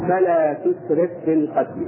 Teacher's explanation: فدمجنا الفاء الساكنة الأولى بالفاء المتحركة ونطقناهما حرفا واحدا مشددا أو فاء واحدة مشددا، فقلنا فلا تسرف في القتل. · Term: الإدغام